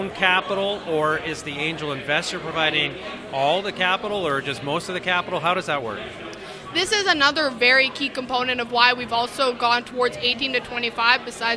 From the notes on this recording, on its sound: We’re at the Edmonton Unlimited Open House, and we’re speaking to a lot of incredible entrepreneurs.